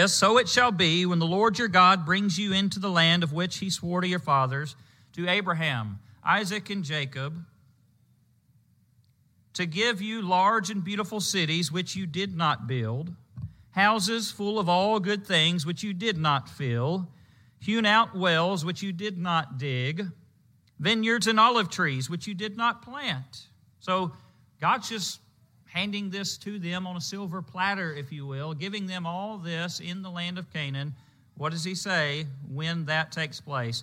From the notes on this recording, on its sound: Preached at the Marietta, OK Church of Christ on Sunday, May 29, 2022.